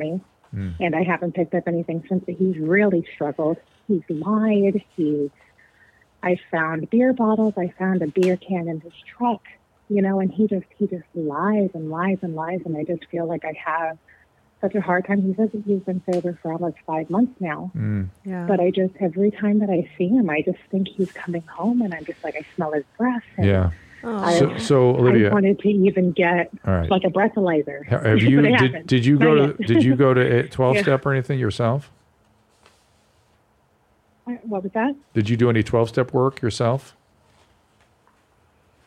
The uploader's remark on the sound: Two more interesting live calls